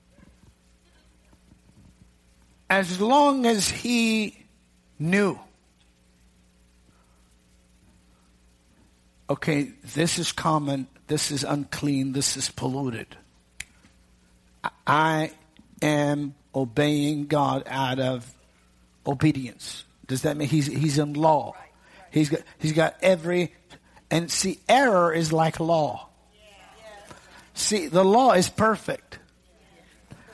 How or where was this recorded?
large echoing room